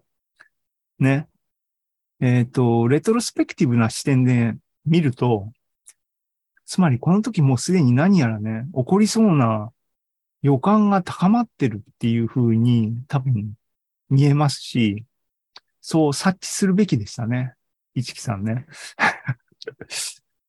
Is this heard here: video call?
yes